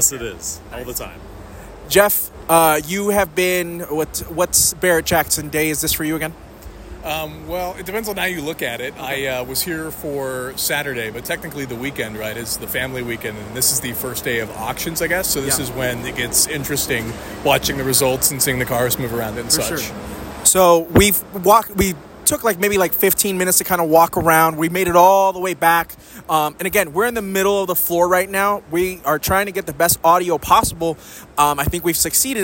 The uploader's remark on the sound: Tormenting Tarmac live from Barrett Jackson Day 1. Throughout the week, I will be dropping some shorter episodes from Scottsdale.